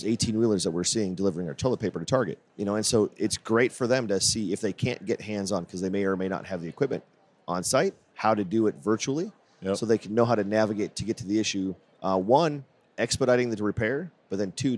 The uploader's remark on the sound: Recorded at SHRM